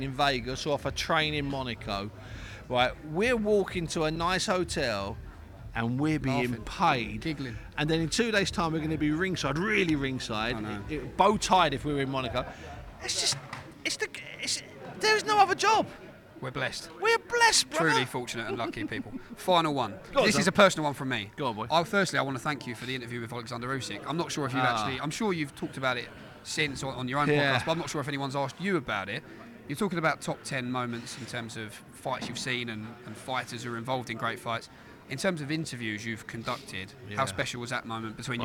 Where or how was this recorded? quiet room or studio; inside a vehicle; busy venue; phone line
busy venue